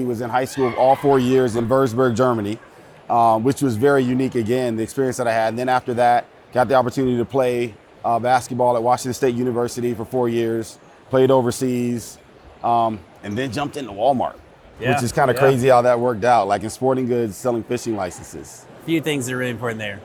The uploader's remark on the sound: We’re coming to you live from Orlando, Florida, where thousands of associates from all over the country are attending our Walmart U.S. Year Beginning Meeting!